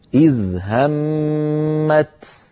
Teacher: لو وقفنا على الكلمة الأولى التي هي همت نقف بالتاء، لما؟ لأن التاء قد افترقت عن الطاء فيصير النطق هكذا إذ همت بتاء ساكنة شديدة مهموسة، إذ همت، هذا ينتبه له.